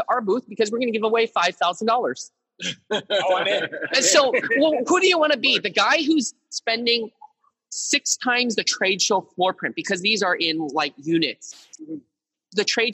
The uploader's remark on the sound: SPECIAL EPISODE, LIVE FROM TECHCRUNCH DISRUPT 2019!